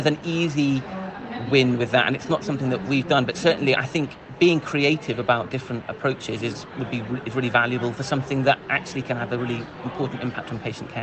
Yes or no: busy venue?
yes